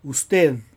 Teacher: 舌先が上の前歯の先のところに行ったと思ったら、そこで息を出すのをやめてしまって結局聞こえない